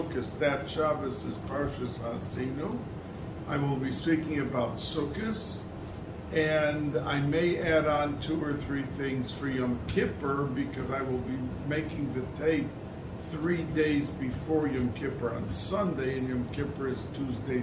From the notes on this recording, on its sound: Recorded Live on Tue Sep 27, 2022.